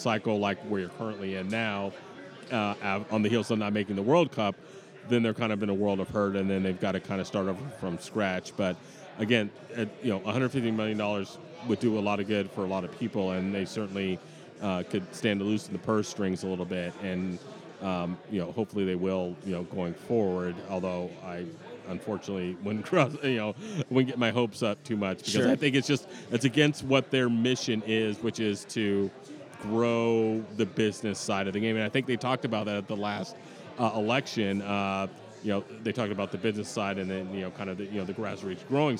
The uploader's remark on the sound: Live at the Bar of the US Soccer AGM